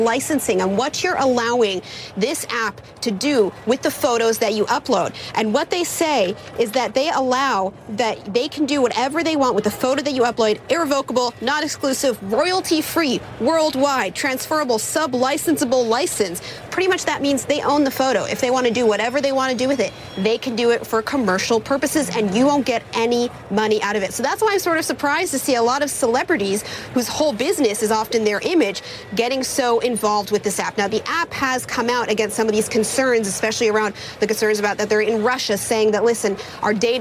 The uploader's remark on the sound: live from the New York Stock Exchange